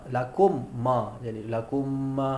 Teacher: menjadikan dua huruf satu huruf yang bertasydid · Term: idgham